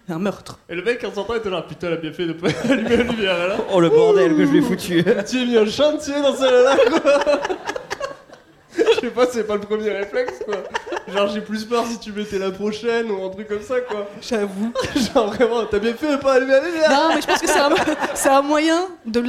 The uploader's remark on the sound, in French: en public